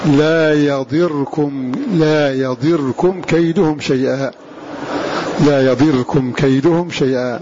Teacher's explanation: قوله تعالى يضركم بكسر الضاد مع جزم رائه سما، فالمرموز لهم بسمع وهم نافع وابن كثير وابو عمرو قرأ هذا اللفظ كما بين الناظم: يضركم بكسر الضاد مع جزم رائه، لا يضركم كيدهم شيئا بكسر الضاد وجزم الراء كما تلفظ هو بها